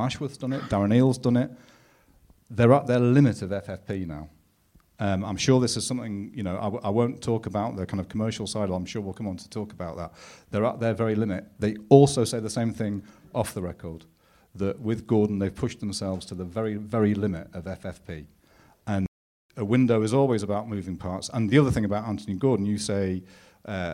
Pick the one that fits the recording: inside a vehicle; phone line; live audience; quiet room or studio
live audience